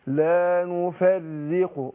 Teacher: اللسان تحرك كم مرة، لا انا عايزها راء واحدة · Term: التكرير